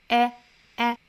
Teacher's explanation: 其实里面那个元音呢是一个 a 的元音也就是我们要注意它其实是一个上下开口度在一指这样的距离哈 a a 然后再去加前面的这个 w 的这个音那我们看到这个 w 的发音呢是要嘴巴向前嘟起来哈 w w w w 我们先暂且不管后面的鼻音我们就单独发这个 w w